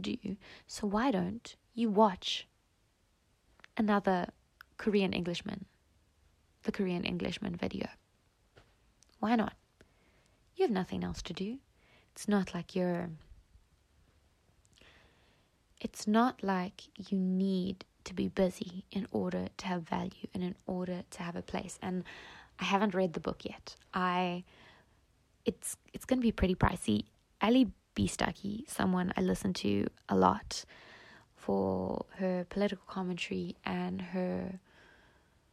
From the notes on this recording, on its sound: recorded as usual from my bed, on my phone